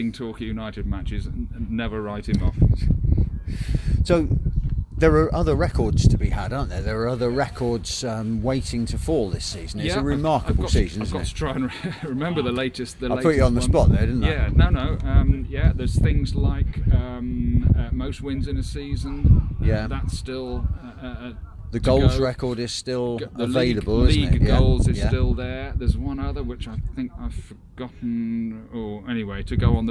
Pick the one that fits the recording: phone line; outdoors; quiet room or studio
outdoors